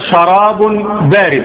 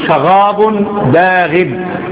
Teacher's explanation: فالمهم ما يعرفش ينطق حرف الراء. يعني لو كلمة مثلا شراب بارد الراء ينطقها غير، يقول شغاب باغب · Shown in: second take